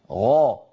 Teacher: فالغين مستعلية لكن ما فيها انحصار